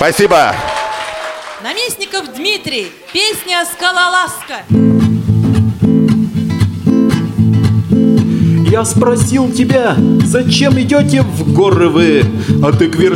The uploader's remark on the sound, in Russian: Концертный зал Радио ВОС представляет.... Гала-концерт Всероссийского фестиваля бардовской песни ВОС «Пой, гитара 2018». 14 участников из 12 регионов России. В этот выпуск программы вошла аудиозапись гала-концерта фестиваля.